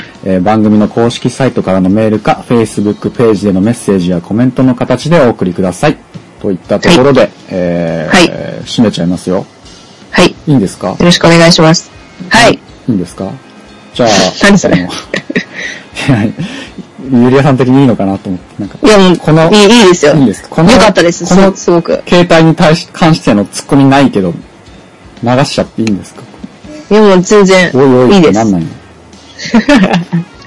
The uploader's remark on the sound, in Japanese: 収録環境及び音声圧縮の影響で今回はお聞き苦しい音質になっており申し訳ありません。